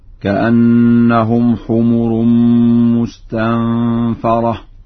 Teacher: قرأها ورش بفتح الفاء هكذا: كأنهم حمر مستنفرة.